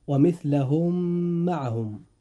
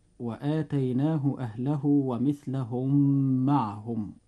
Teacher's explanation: أن الميم الأولى والميم الثانية كل منهما جاء في كلمة، ولكن أصبحتا ميما واحدة مشددة، فننطق هاتين الكلمتين هكذا: ومثلهم معهم. · Term: إدغام مثلين صغير